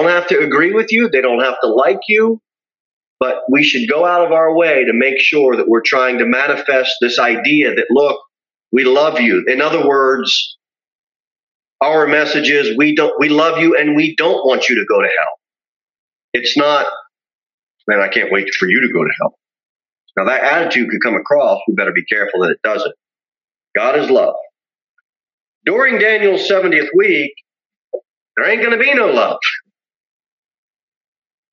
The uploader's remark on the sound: Sermon delivered at Pilgrim Baptist Church